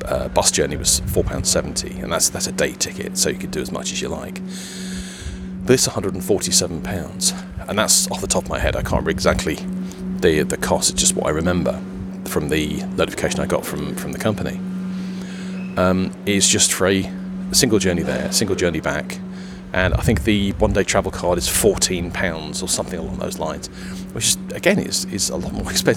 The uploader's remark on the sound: You join me as I journey down to London for work. Audio snippets from the bus stop, two railway stations, and home.